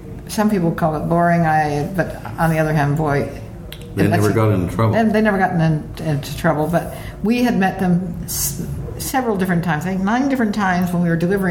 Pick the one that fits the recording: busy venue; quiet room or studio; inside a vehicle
busy venue